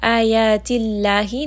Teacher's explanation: name of Allah here is going to be light because the letter before has gasra.